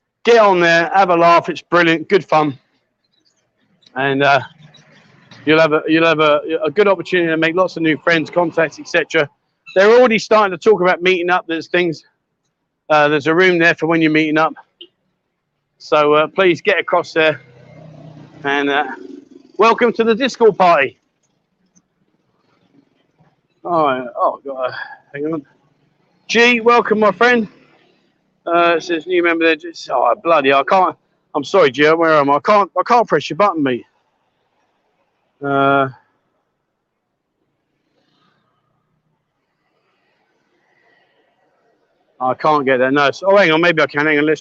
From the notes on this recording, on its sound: "LIVE WALKABOUT" Join me on random walkabouts around Pattaya, Jomtien and much more. Welcome to a Pattaya City themed livestream here on Buzzin Pattaya.